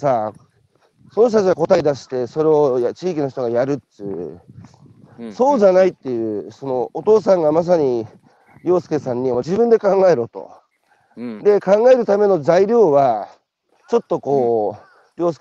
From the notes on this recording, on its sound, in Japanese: 歩きながら1時間、対談する